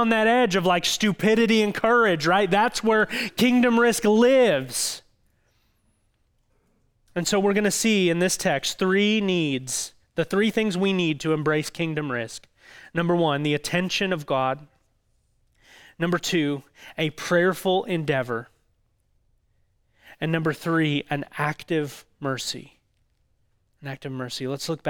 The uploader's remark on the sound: audio from New City Church in Champaign-Urbana, IL